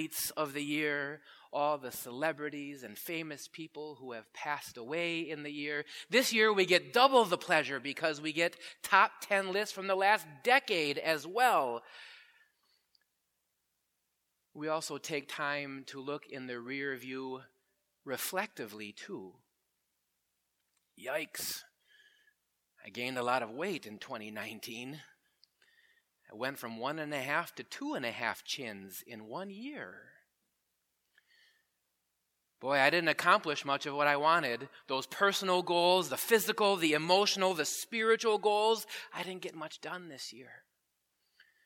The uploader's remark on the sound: Preached at Grace Ev. Lutheran Church.